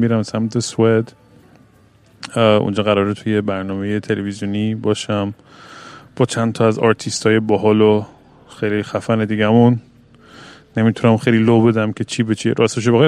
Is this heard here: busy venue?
yes